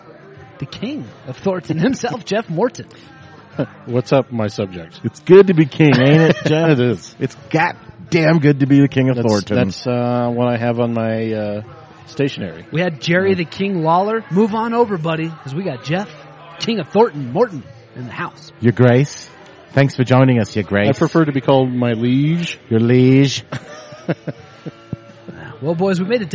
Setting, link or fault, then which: setting, busy venue